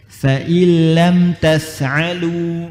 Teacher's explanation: maka nunnya enggak usah bunyi, langsung ke huruf lam atau ra-nya.